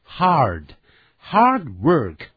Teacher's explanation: 这么一个倒数第二个字母一个 R，所以呢要卷舌念成 hard